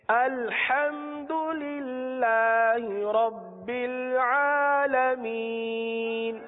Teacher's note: الحم کی ہا جو ہے ہا، اس کو تھوڑا سا اور بھی واضح کر دیں